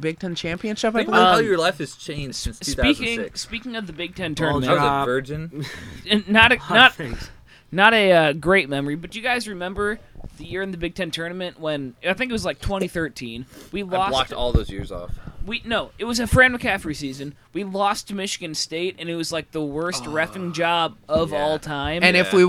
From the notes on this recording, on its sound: We have another live recording during the Iowa/Nebraska game.